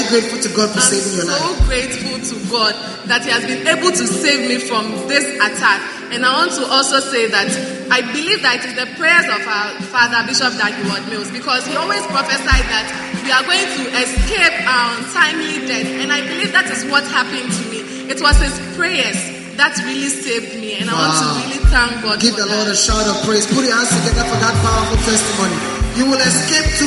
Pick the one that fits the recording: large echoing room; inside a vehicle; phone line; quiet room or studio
large echoing room